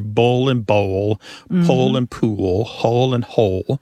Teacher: And that L at the end of the syllable is known is what is known as a dark L.